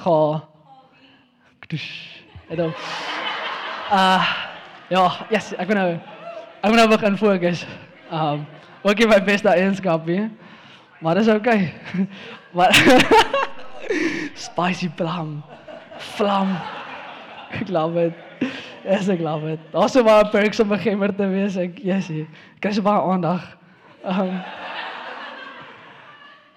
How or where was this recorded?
large echoing room